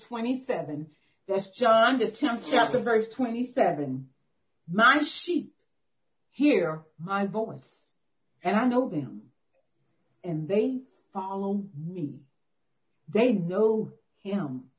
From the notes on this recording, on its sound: 2021 September Zoom Meeting.